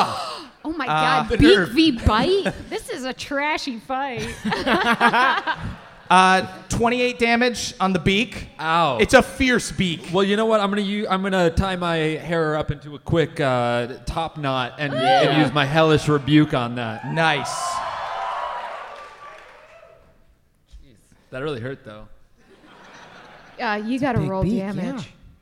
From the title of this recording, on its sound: NADDPOD Live in Chicago